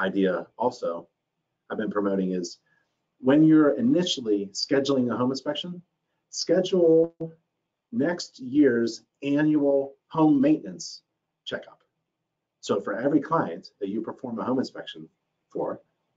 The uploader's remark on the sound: Video recording of a webinar. Video recording of a webinar.